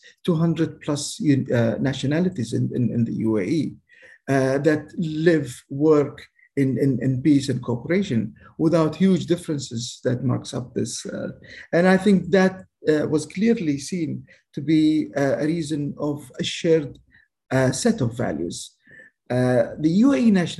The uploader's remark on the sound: This public talk was conducted online via Zoom on Thursday, 5 May 2022, from 8.00 pm to 9.30 pm (SGT).